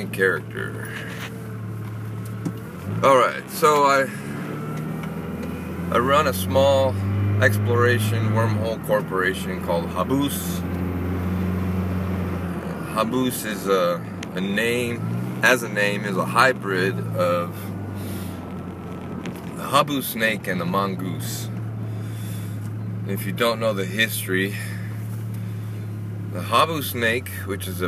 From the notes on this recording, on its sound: A test recording in my truck.